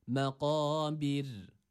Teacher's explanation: Burada önceki harf B harekesi de esra olduğu için ra harfi burada ince okunması gerekiyor.